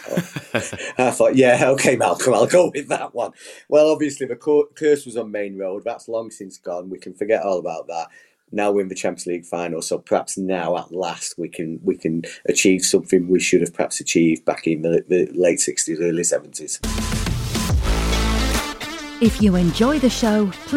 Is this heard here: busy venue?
no